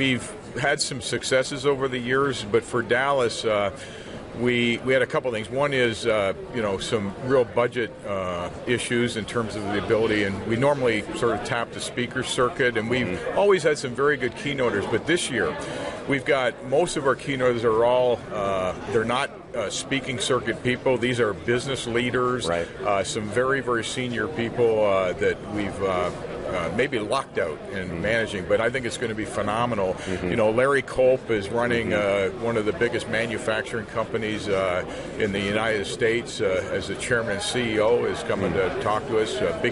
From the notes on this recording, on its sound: This past week, Lean Solutions was a proud sponsor for the AME international Conference in Dallas. Were there to attend, exhibit, network, and record some great interviews for the podcast.